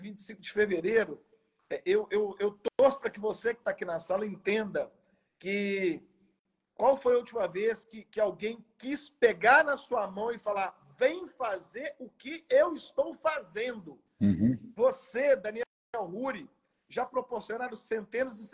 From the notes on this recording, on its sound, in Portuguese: Gravado em 21/12/23, via Instagram.